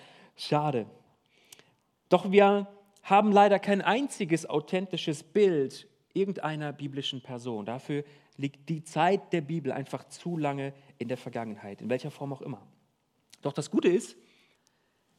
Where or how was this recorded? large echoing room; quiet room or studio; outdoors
large echoing room